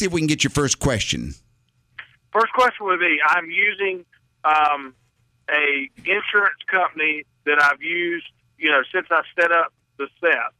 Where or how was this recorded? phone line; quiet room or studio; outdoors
phone line